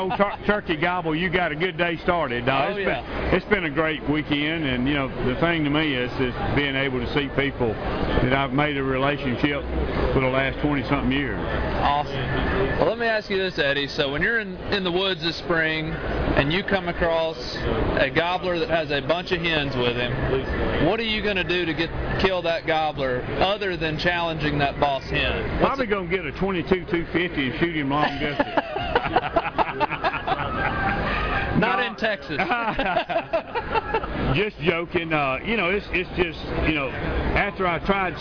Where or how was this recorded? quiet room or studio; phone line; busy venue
busy venue